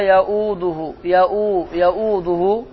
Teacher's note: Deməli, bu vav həmzəni uzadır, iki hərəkə. · Term: uzatmadır